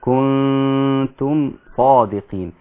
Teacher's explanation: النون الساكنة في كنتم مع التاء ده اخفاء مع الغنة